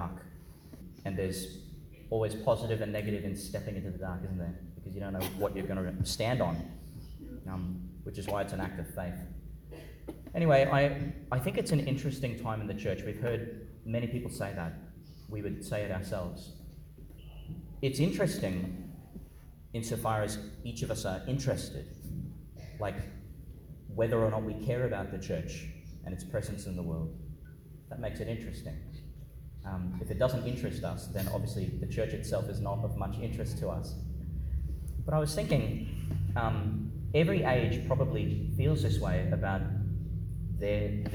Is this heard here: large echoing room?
yes